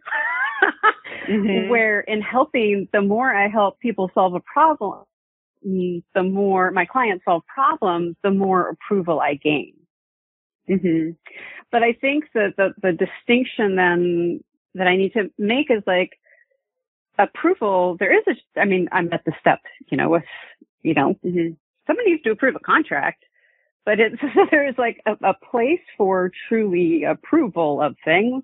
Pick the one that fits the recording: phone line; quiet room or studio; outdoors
phone line